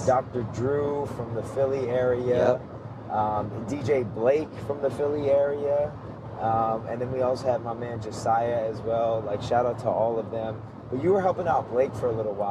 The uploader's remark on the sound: Recorded on the go as we hit the road. In this high-energy, car-recorded conversation.